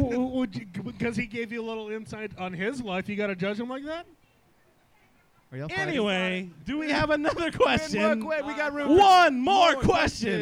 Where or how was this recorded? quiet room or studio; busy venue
busy venue